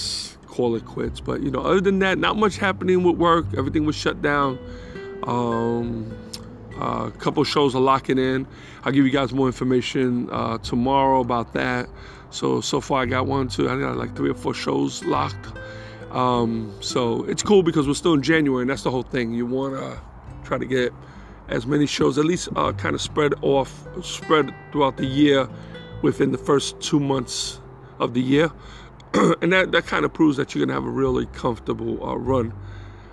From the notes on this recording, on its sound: In this Episode, I record from outside my house.